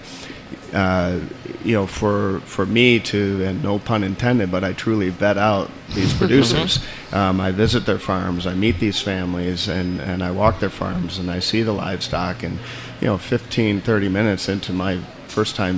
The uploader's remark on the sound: Live from The Stanley Marketplace! This amazing marketplace is built in an old airplane hangar and has more than fifty locally owned businesses.